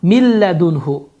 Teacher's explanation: Deməli, qaydaya görə burada idğam biləğunnə qaydası baş vermişdir. Bu qayda zamanı da n səsi oxunmur, ləm səsi isə şəddələnir